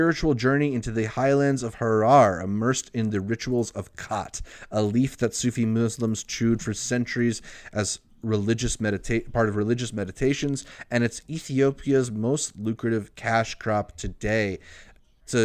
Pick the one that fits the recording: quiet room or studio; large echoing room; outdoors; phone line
quiet room or studio